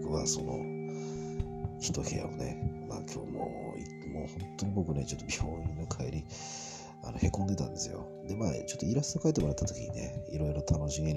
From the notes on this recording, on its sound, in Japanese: ザ・ドヤの宿に宿泊中。録音が聞きづらいかもしれません。本日、南千住ドヤの昔ながら風格あるドヤに宿泊中。外国人と女性宿泊客ゼロの宿で録音中。